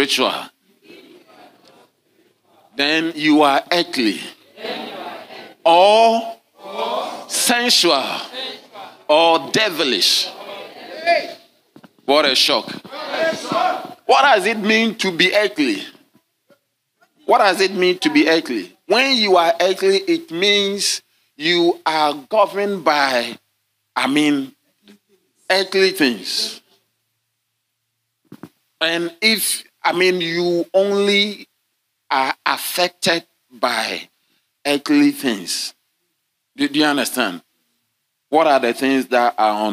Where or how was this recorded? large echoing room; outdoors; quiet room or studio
large echoing room